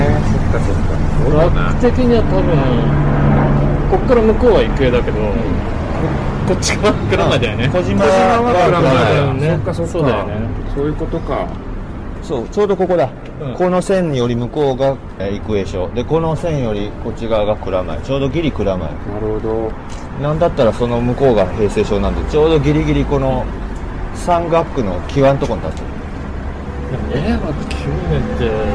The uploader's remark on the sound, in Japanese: 浅草橋散策 その4 おかず横丁編。屋外ロケのためお聞き苦しいところがございますがご勘弁ください。